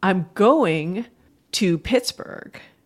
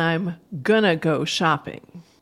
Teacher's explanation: In other words, some of the sounds fall out, and going to becomes gonna. So that means we have a difference between I'm going to Pittsburgh, and I'm gonna go shopping. · Term: phonological reduction